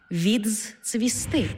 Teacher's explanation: У слові «відцвісти» «д» переходить у «дз-ц».